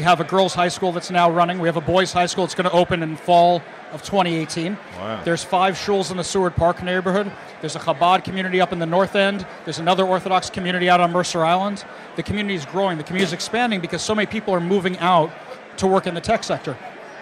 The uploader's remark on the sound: NSN Broadcasts Live from the 6th Annual OU Jewish Communities Home & Job Relocation Fair.